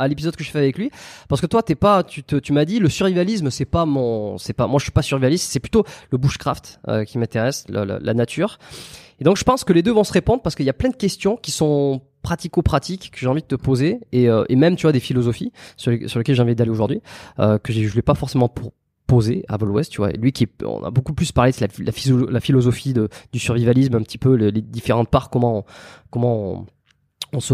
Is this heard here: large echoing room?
no